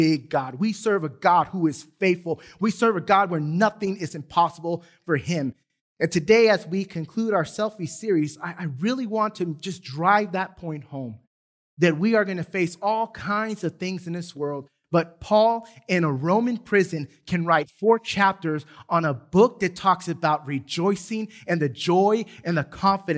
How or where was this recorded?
large echoing room